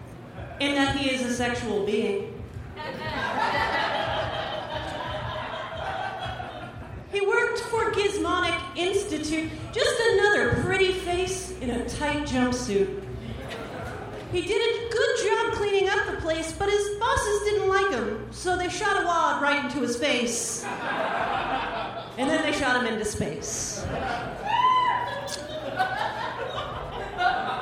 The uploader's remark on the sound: Recorded May 8, 2015 at the Bridgetown Comedy Festival in Portland, OR